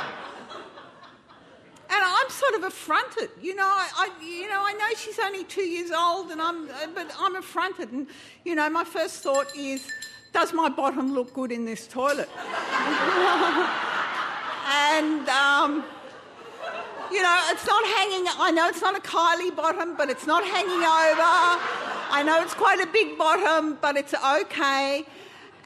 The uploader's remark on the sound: Recorded at the Arthouse Hotel on May 29 2013.